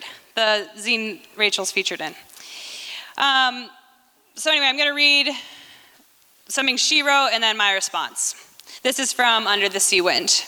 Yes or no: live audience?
yes